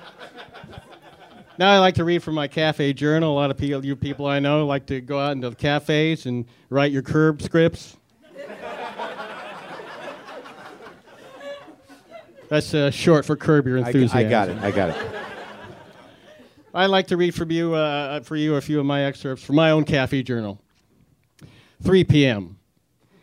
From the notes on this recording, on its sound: WTF brings the house down with another live show at the UCB Theare in Los Angeles